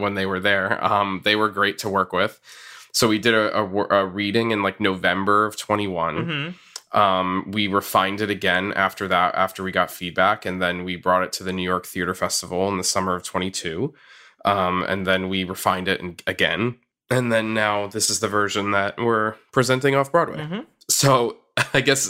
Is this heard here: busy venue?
no